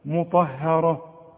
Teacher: الراء مفخمة والطاء كمان مفخمة